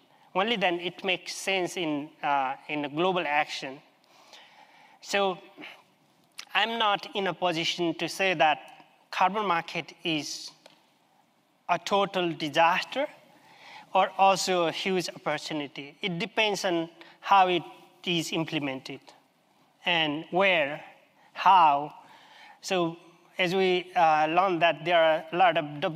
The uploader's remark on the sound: This episode takes us back to the COP 26 conference of the UN Framework Convention on Climate Change (UNFCCC) in Glasgow, Scotland. The episode is a recording of a side event on 9 November 2021. With a panel of five Indigenous climate activists.